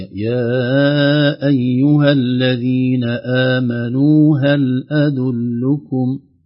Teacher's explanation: ما في مد طويل في آمنوا، مد طبيعي